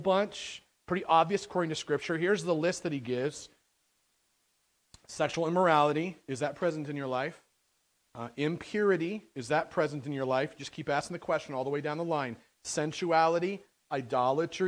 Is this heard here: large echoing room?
yes